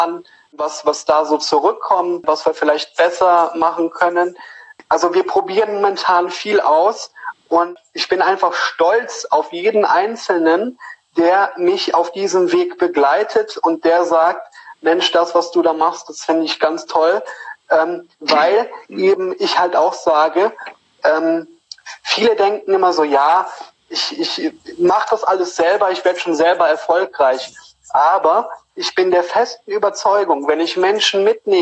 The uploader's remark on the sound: Höre Dir hier das Insta-Live Interview.